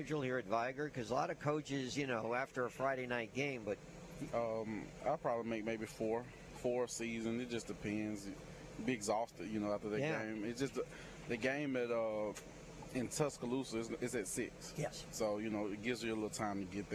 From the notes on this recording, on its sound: LIVE from the campus of Vigor High School!